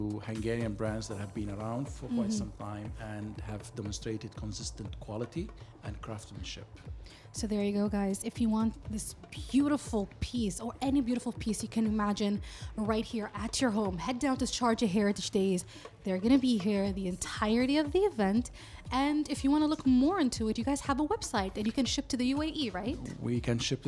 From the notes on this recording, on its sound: Live from SHD 2023